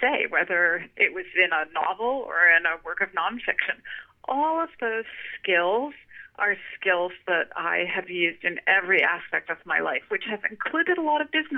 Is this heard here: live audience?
no